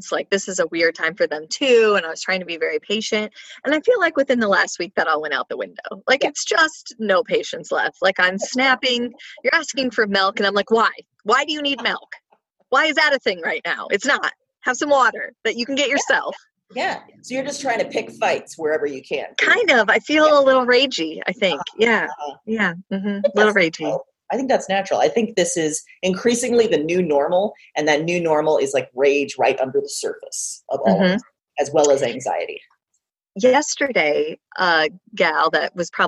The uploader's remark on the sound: got on a Zoom call and recorded the second part of our special Quarantine edition of Broads and Books